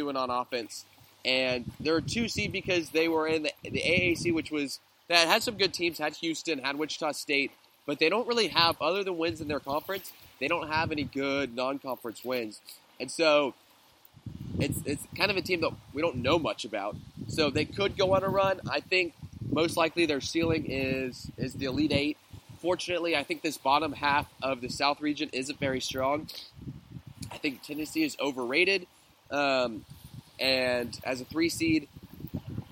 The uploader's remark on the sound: Going live from the beach in Boca Grande, Florida